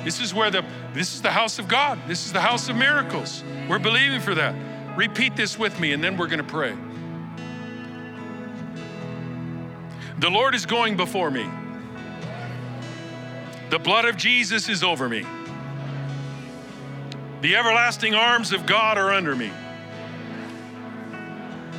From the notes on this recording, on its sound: Recorded live at Capital Church in Meridian, Idaho on October 1, 2023